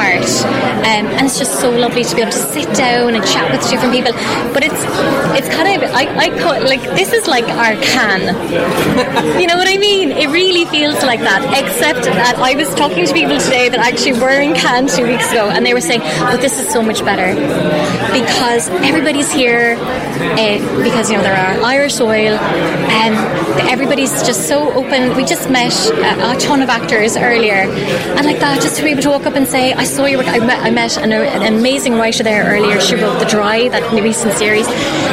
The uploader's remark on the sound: VoxPop at Fastnet Film Festival